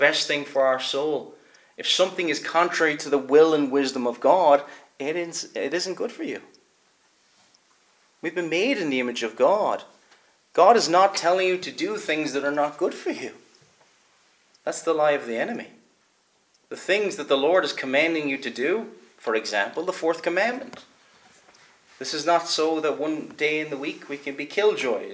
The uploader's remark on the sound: Preached at Kilmuir - Stenscholl -Staffin- Free Church -Continuing